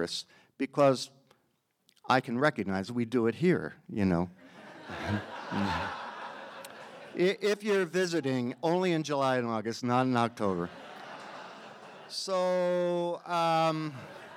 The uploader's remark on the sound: Recorded live at the Provincetown Theater on October 9, 2019.